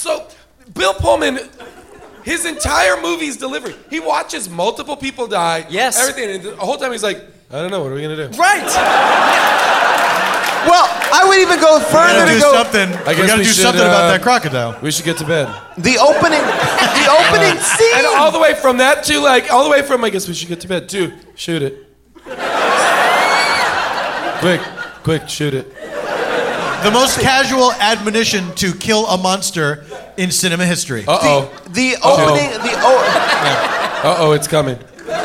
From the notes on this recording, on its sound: LIVE from Largo in LA. Audience Q&As.